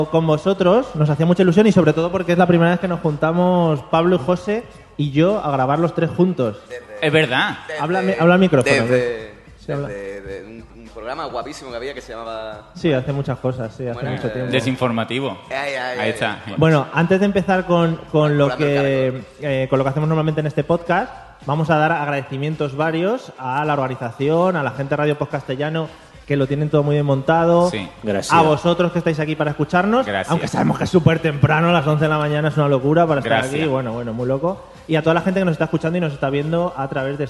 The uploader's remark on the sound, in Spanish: Episodio muy especial grabado en directo en las XI Jornadas de Podcasting en Málaga.